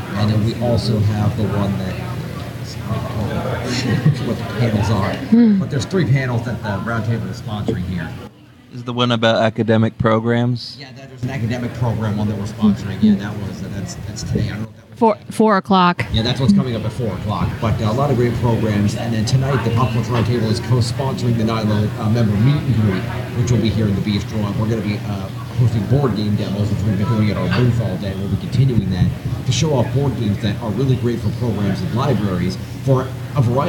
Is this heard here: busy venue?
yes